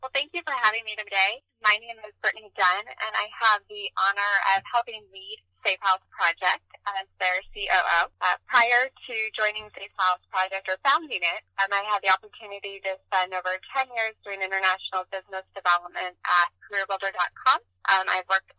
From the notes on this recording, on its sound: This was recorded on the phone after a few other options were not working, and wasn’t the best audio recording